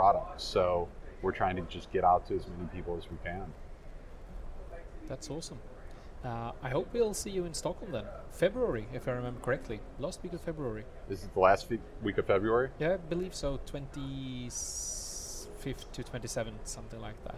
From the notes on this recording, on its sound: Recorded at Microsoft Ignite in Orlando.